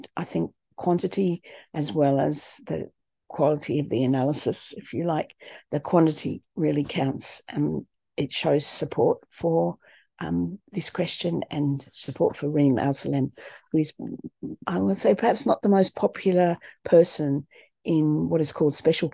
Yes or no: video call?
yes